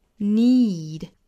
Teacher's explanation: 后面这个 need 口型呢就相对紧张一些了，要比那个 fit 紧张很多。虽然名字呢一个叫做短音一个叫做长音，但是其实它并不只是一长一短的区别，而是一紧一松的区别。后面这个 need e 好像我们嘴巴去发一个衣服的 e，然后再拖长一点 need。